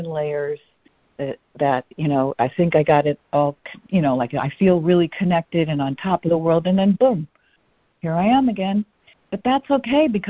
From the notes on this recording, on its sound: ACIM Daily Conference Call